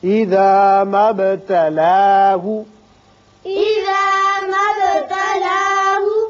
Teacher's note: با ساکن ہے اس کی صفت قلقلہ ادا کریں گے